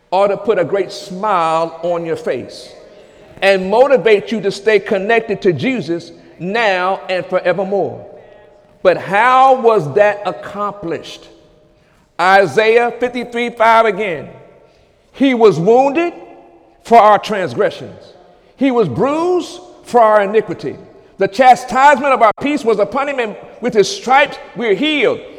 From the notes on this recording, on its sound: During Sunday morning service on April 1, 2018